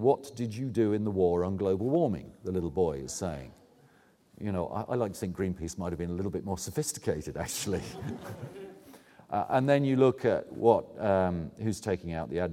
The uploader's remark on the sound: presents the closing keynote speech for the Oxford Climate Forum 2010